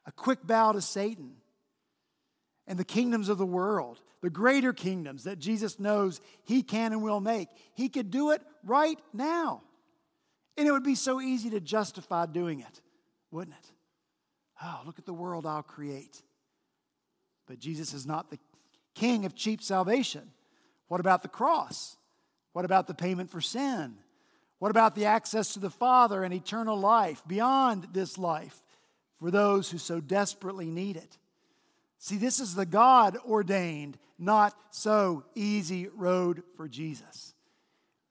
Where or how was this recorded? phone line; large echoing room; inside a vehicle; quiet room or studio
large echoing room